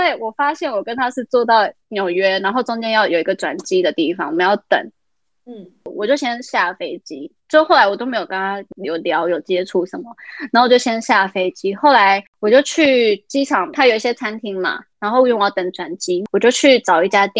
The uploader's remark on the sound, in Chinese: 因為她在美國 所以一樣是用遠距離的錄音。錄音品質沒有到很好 而且網路問題也有稍微小卡。